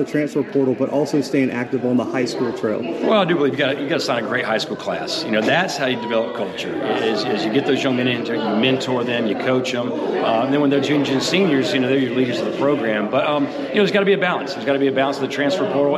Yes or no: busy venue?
yes